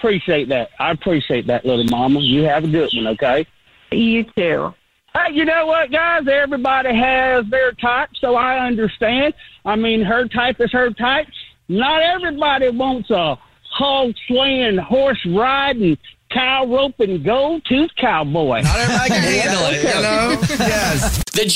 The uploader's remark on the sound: We get that other person on the phone